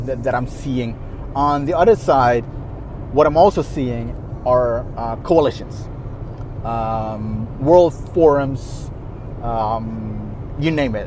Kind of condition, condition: setting, inside a vehicle